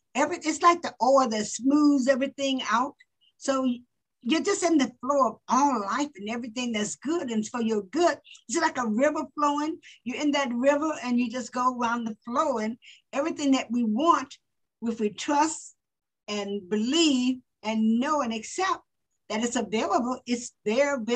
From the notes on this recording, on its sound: Today she is zooming in from San Diego, CA.